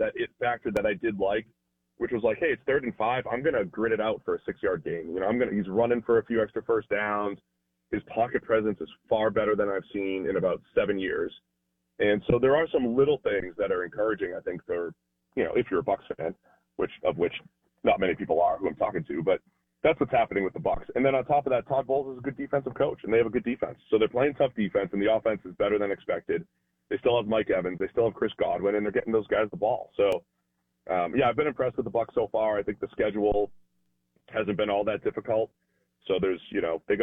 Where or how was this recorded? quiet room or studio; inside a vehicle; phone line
phone line